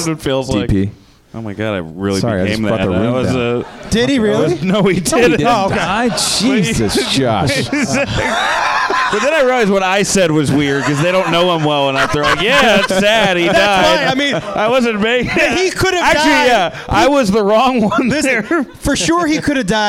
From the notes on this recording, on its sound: Live from the NerdMelt Showroom